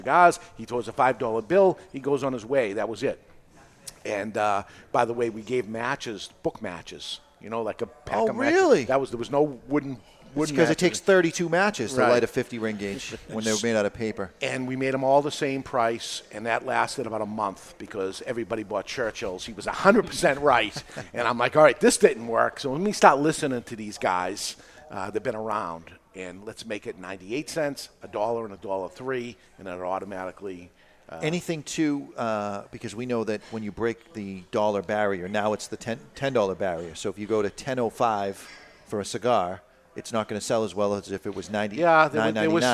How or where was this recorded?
live audience